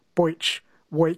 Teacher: Southerners tend to pronounce the E sound as an oi